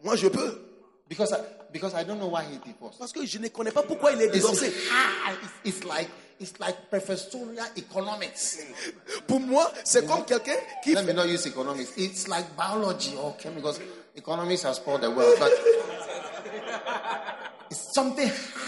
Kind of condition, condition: setting, live audience